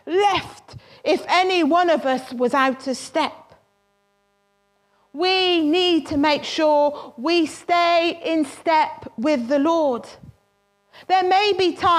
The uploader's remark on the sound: Worship from Morley Salvation Army, originally broadcast live in September 2020.